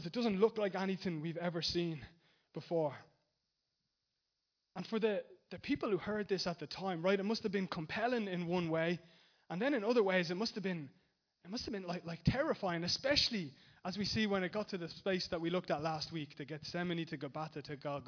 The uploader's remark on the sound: Recorded live in Liberty Church on 8th September 2019.